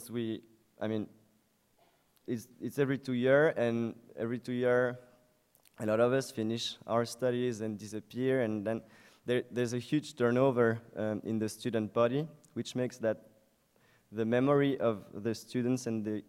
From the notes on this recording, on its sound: at the UNICA Student Conference 2014, UNIL